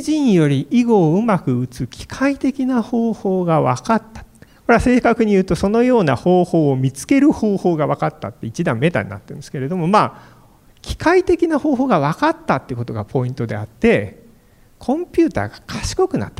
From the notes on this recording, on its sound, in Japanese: FM FESTIVAL 2017 未来授業 明日の日本人たちへ」特別公開授業